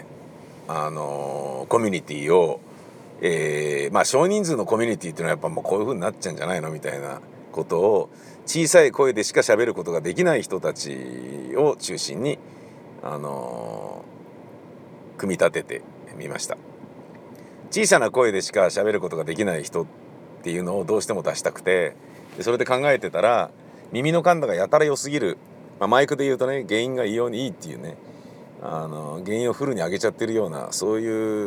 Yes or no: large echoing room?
no